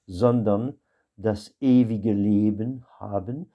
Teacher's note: Sondern, le S, c'est un Z, c'est un son Z, comme dans zigzag.